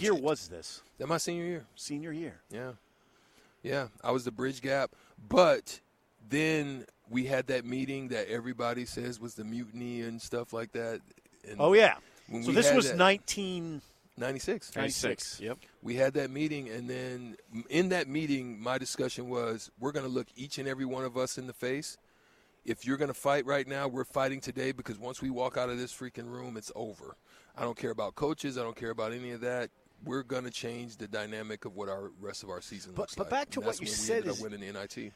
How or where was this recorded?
busy venue